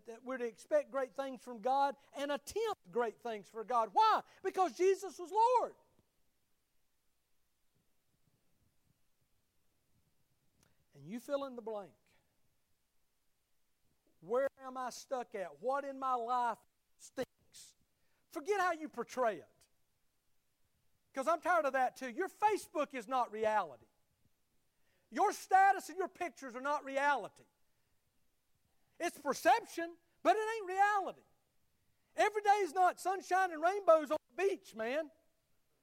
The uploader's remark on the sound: Sunday morning service at Liberty Baptist Church